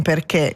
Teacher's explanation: L'accento acuto indica invece una vocale chiusa, E come in perché.